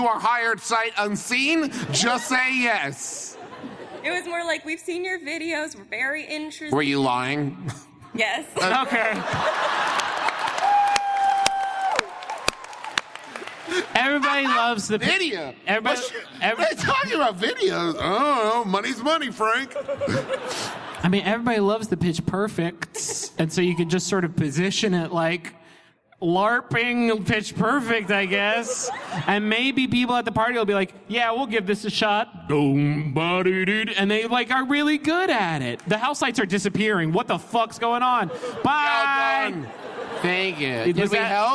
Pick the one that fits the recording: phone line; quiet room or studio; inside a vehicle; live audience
live audience